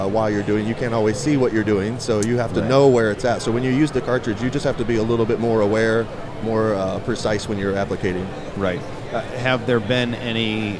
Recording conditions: busy venue